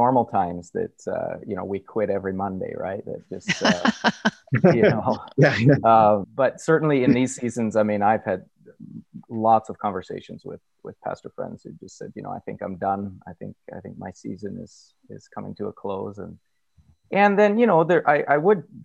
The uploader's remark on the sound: Recorded from webinar.